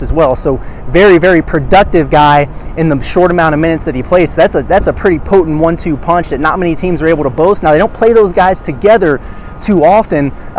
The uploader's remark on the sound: From outside T-Mobile Arena in Las Vegas for a live preview of Arkansas' Sweet 16 matchup with UConn.